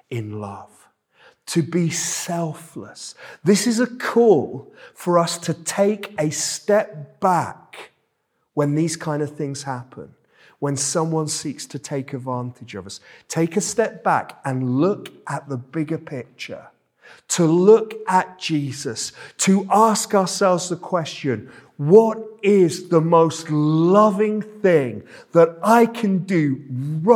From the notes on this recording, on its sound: This sermon was preached at Welcome Baptist Church on Sunday 26th February 2023.